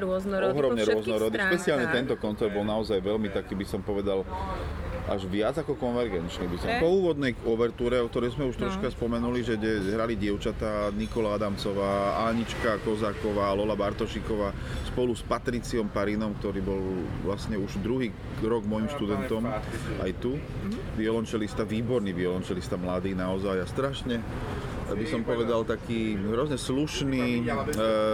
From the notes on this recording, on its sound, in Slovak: Cesta za Festivalom Concertando 2023 do Ríma – reportáž. Budete počuť aj autentické ukážky z koncertov. Podcast je v slovenčine a tiež v angličtine.